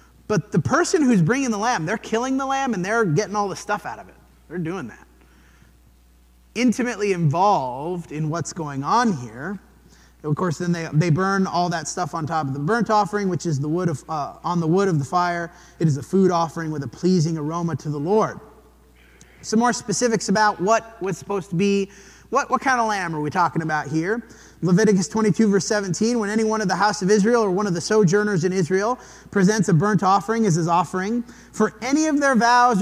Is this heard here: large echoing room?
yes